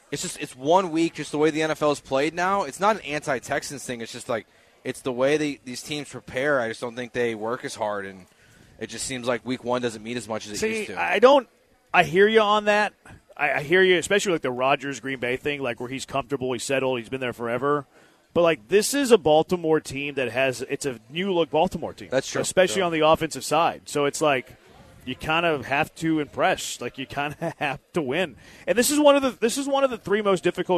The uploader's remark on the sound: LIVE from East River 9 in East Downtown!